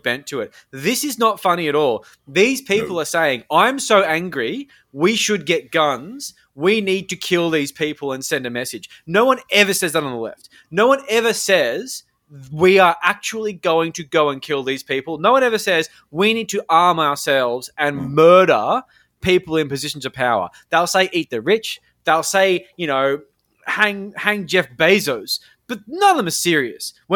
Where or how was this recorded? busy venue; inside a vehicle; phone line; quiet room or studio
quiet room or studio